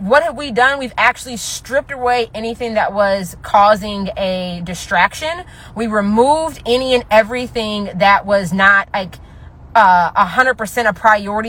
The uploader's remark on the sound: I recorded this episode while running errands.